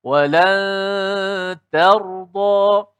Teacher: ta itu dinipiskan roh tebal. Tidak boleh ta ikut roh tebal.